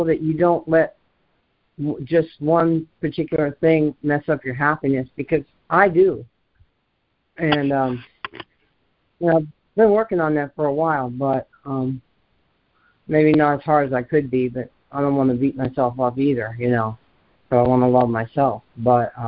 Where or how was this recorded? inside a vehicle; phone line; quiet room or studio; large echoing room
phone line